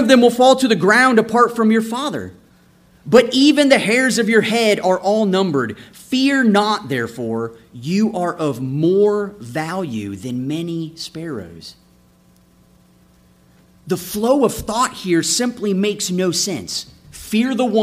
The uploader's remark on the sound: This episode is a sermon I preached June 25, 2017